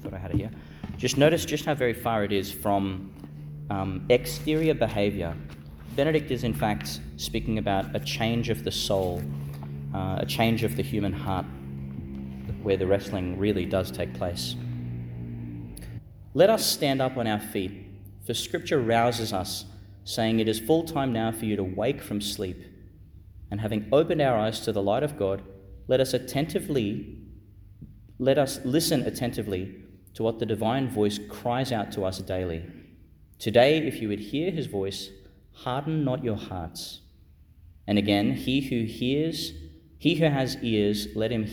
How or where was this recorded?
large echoing room